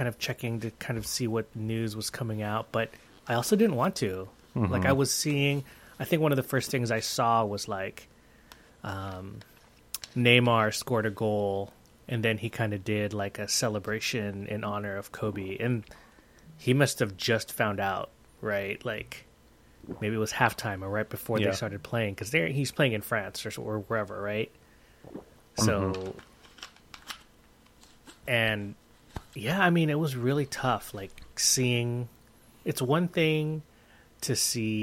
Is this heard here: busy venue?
no